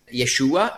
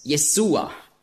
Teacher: im griechischen Alphabet gibt es keinen Sch-Laut, sondern es gibt nur das Sigma, S.